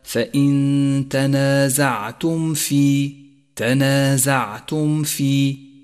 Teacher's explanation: ثامنا، لاحظ الإظهار الشفوي في قوله تعالى فإن تنازعتم في، تنازعتم في، جاءت الميم الساكنة وجاءت بعدها الفاء وهي حرف من حروف الإظهار، والواجب هنا أن تظهر الميم مع ما بعدها بشكل واضح تماما من غير غنة أو تشديد، وتكون الميم أشد إظهارا إذا جاء بعدها فاء لأن الفاء قريبة من مخرج الميم